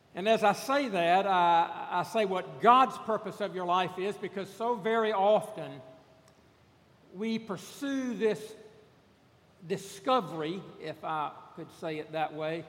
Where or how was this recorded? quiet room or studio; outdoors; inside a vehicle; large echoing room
large echoing room